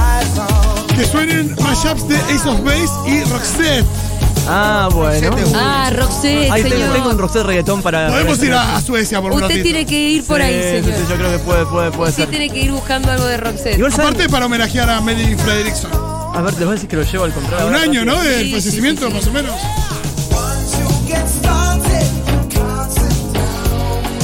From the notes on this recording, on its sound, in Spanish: en vivo manijeando la FIESTA FERVOR | #Segurola